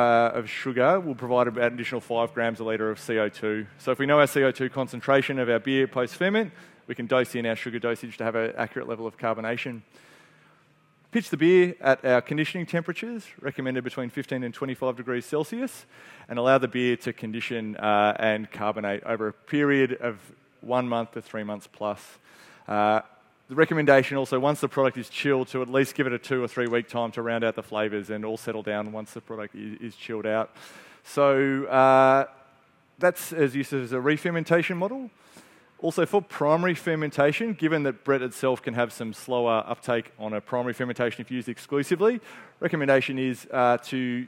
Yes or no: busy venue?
yes